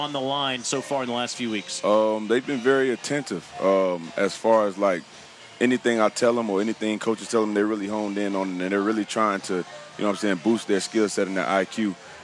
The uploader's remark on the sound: Live from Spartanburg Panthers Training Camp